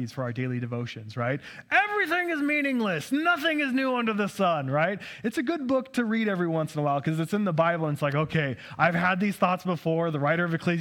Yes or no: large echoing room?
yes